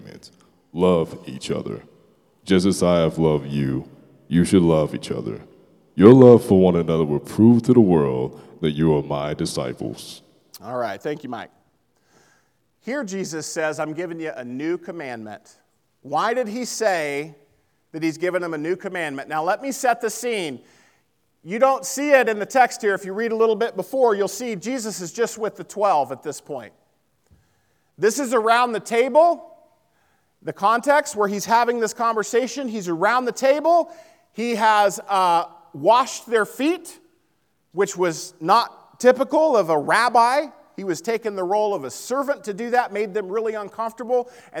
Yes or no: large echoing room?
yes